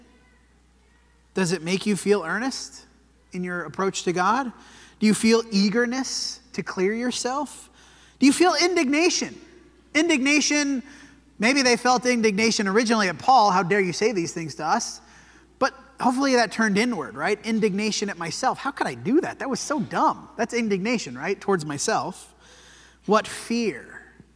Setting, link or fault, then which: setting, large echoing room